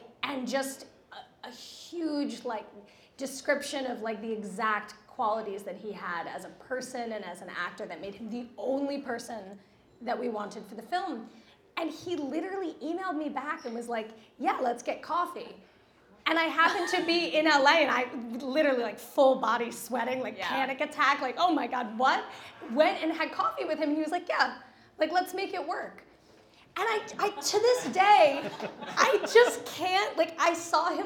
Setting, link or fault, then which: setting, live audience